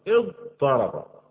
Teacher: تاء مع الضاد نقلبها طاء تقول اضطرب.